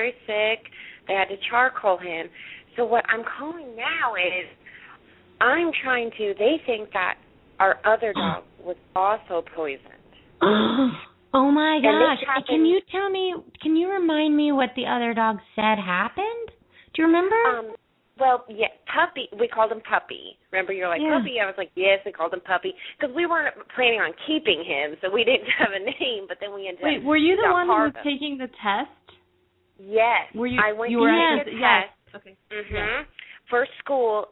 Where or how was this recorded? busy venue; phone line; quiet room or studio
phone line